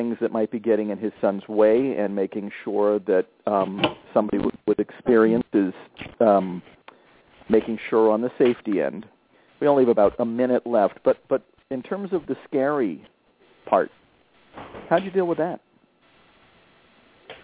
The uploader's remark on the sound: concerns from live callers